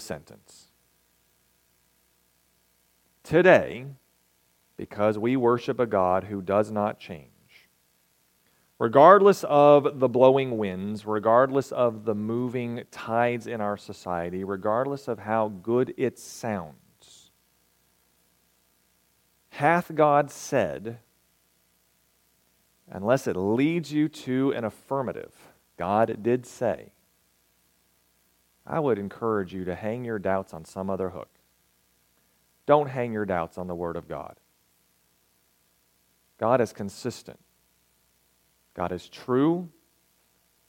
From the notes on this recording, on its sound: Recorded May 27, 2023, at Ringgold SDA Church.